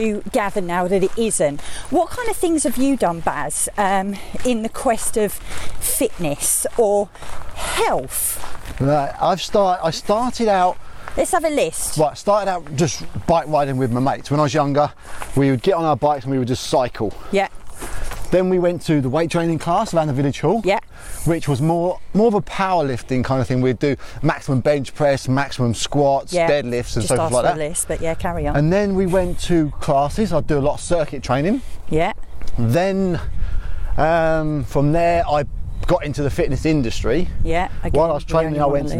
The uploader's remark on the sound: On todays walking podcast